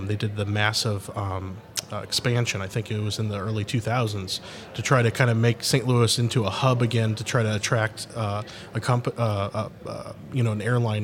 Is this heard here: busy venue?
yes